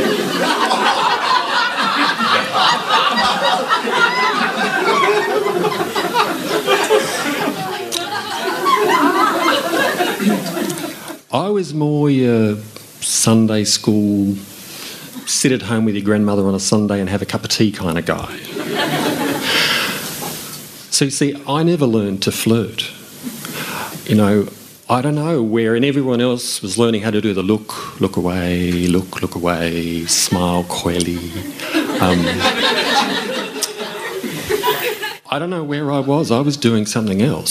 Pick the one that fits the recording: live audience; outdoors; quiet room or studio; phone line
live audience